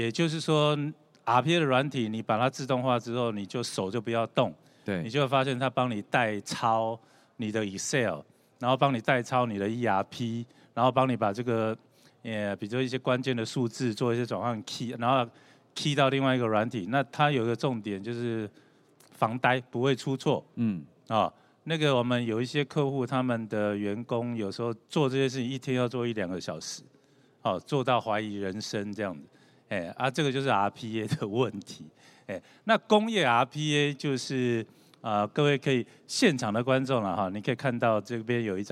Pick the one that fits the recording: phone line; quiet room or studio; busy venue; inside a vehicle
busy venue